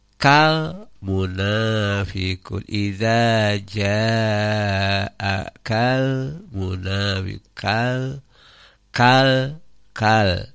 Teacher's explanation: Idhar qomariyah. Cara ngidhar karena teu ditahan, teu dipantulkeun.